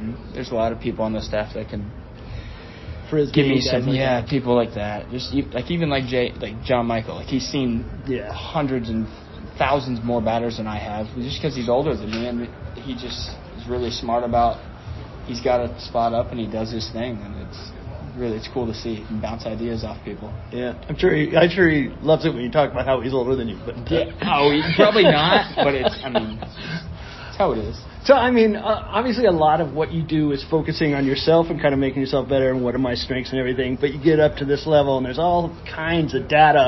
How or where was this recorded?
busy venue